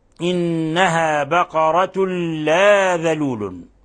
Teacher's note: هنا تنوين ضم جاء بعده اللام، الحكم التجويدي أنه إضغام بغير غنة